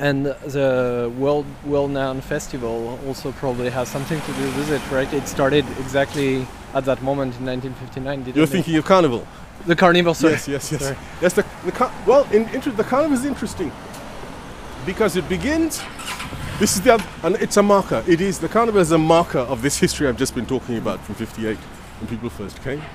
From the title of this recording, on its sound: A Political Walk in North Kensington, London